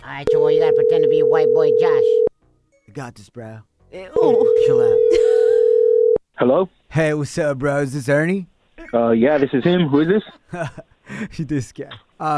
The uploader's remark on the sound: we opened up the phone lines and asked our listeners